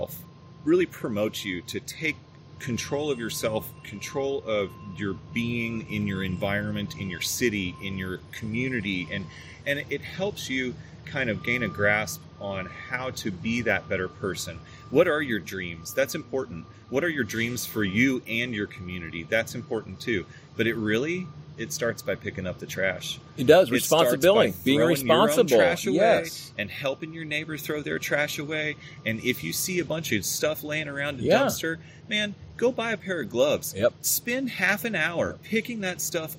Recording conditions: sounds in the background